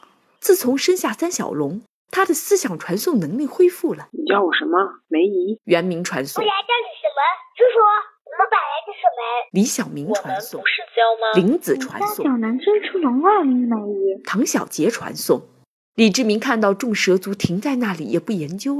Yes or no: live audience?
no